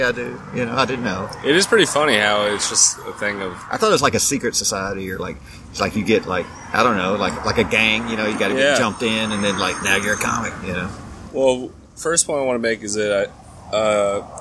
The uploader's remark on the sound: This is another "open air" podcast, live from the Village Pub.